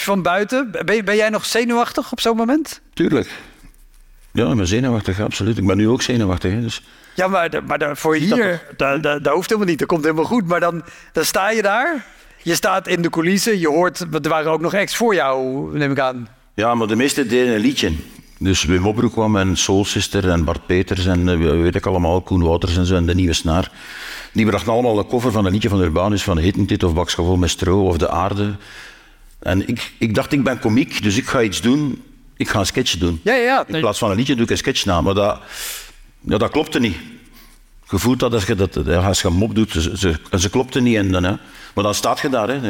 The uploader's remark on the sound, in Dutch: Live opgenomen tijdens het International Comedy Festival Geel in september 2023.